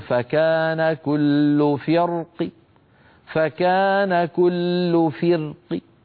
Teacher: كذلك الأمر أيها الإخوة، وإن كان هذا البحث استباقي لم نتعرض للروم والإشمام، سيأتي معنا في آخر الجزرية، لكن لو وقف بالروم وهو بعض الحركة يقول يبقى فيها الوجهان، فيقول فكان كل فرق، فكان كل فرق. فالوقف بالروم هو إضعاف الصوت عند الوقف بجزء الحركة، بجزء الكسرة